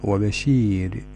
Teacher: الراء يرقق لأنه ساكن قبله ياء